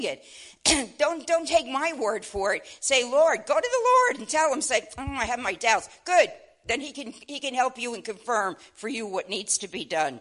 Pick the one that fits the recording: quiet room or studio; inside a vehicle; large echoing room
large echoing room